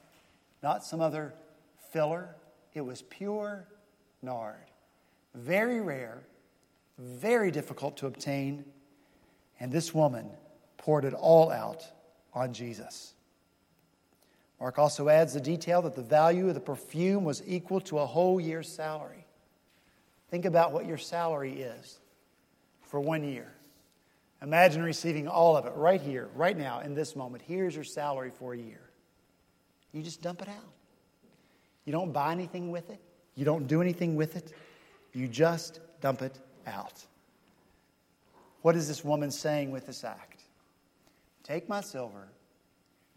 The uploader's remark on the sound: this past Sunday, March 20 at Redeemer Presbyterian Church in Charleston, SC